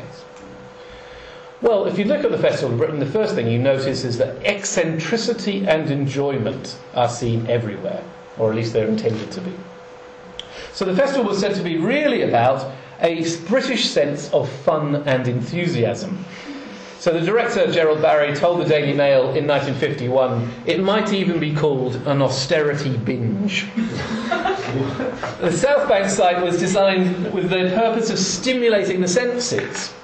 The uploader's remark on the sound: Part of the Politics in Strange Places Conference held in Oxford in September 2010.